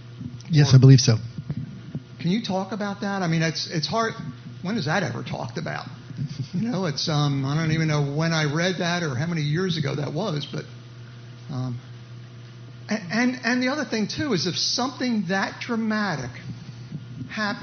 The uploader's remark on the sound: This Sunday, we held a second live question and answer session in place of a message/teaching to see what was on people’s minds.